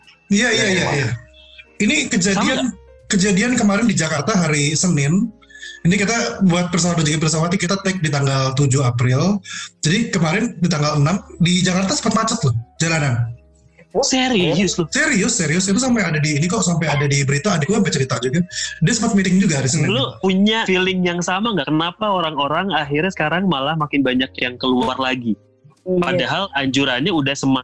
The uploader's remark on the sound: this episode recorded via Zoom